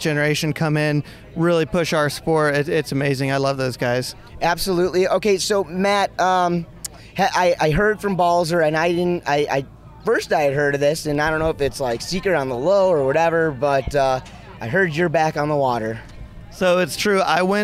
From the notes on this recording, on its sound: Was recorded Live at the 58th Masters Waterski and Wakeboard Tournament. Following the second day at the Masters.